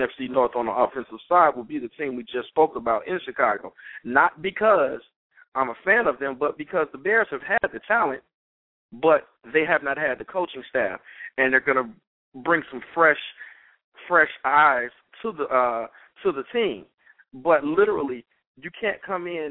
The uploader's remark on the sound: We will take opinions of passionate fans as they call in and give the many reasons why their favorite team is a contender for the big game this season.